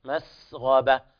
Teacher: وبيان الهمس في حرف السين والصفير فيها